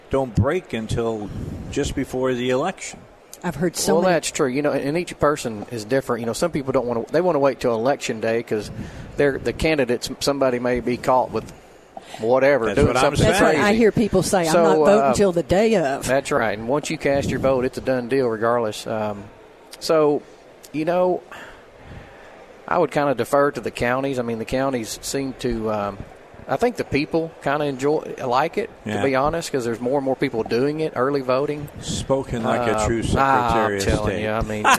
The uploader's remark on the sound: Live at the State Capitol for Filing Day